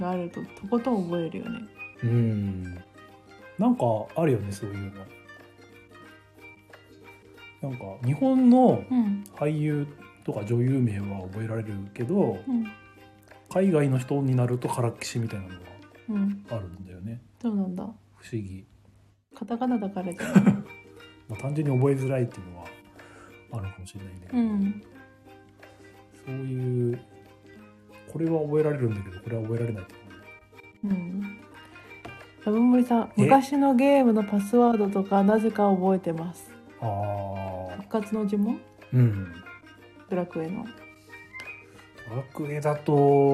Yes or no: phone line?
no